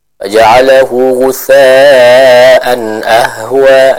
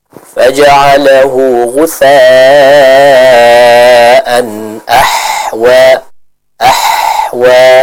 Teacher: Yang tepat kita membacanya dengan huruf ha yang lembut, yang mana ha ini dibaca dari tenggorokan atau dikeluarkan dari tenggorokan bagian tengah. · Shown in: second take